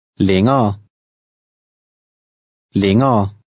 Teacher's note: The final E, R, E combination runs together.